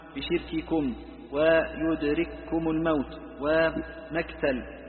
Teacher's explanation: والكاف فليعنى بما فيها من الشدة والهمس